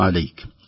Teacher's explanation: خروج هواء يسير في مخرج الكاف عند الوقف خاصة عندما يسكن · Term: الهمس